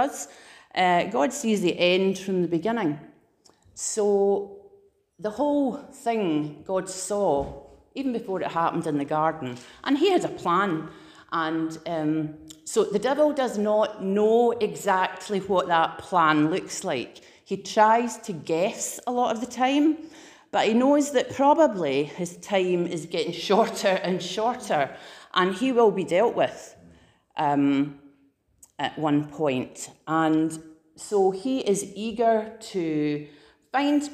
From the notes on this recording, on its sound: Preached at Living Fountain 31st October 2021